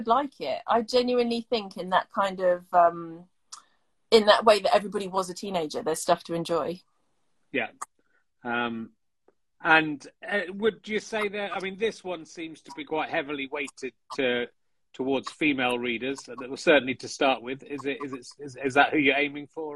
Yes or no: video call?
yes